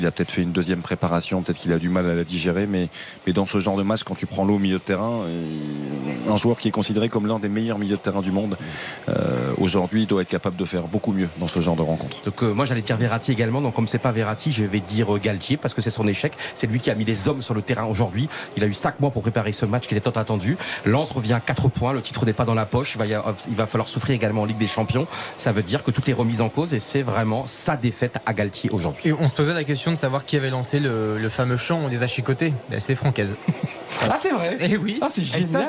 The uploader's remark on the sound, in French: en direct du stade Bollaert, dans une ambiance incroyable à guichets fermés